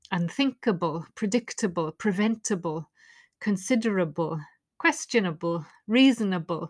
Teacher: normally when able is at the end of the word, it's unstressed and it becomes able. · Term: weak sound